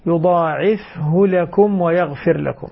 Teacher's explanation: الفاء ساكنة الهاء مضمومة وليس فيها صلة. فبصير أقول يضاعفه لكم هذا خطأ القراءة.